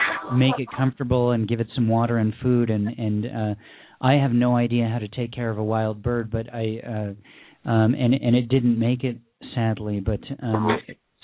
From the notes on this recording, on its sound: featured callers from San Gabriel, Los Angeles, Pasadena and Los Angeles, CA, Evanston, IL, Harpersville and New York, NY, Columbus, OH and Birmingham, AL